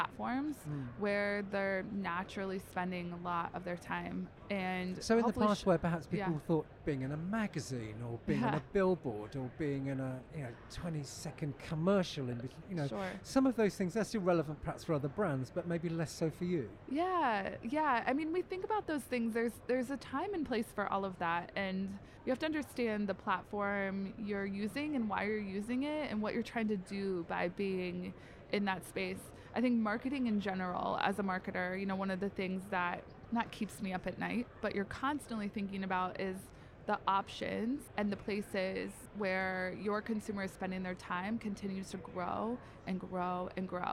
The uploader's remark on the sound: Recorded live in the heart of New York City during NRF 2023.